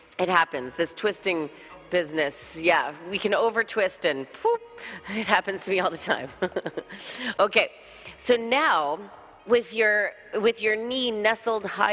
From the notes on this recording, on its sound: This podcast is a full length Jivamukti Open Level class, recorded at Jivamukti Jersey City on December 8th, 2018.